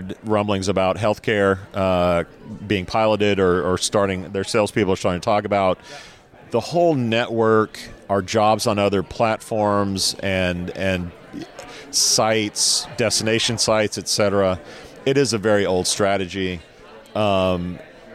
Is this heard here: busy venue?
yes